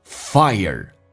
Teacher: I 加个 a，但是关键是中间经常穿插了一个 y 在里面，卷下舌头，ire，美式发音是要轻度卷舌